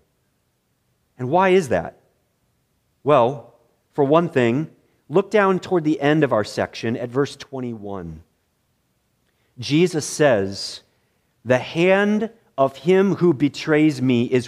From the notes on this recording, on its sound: preached in the morning worship service at Bethany Baptist Church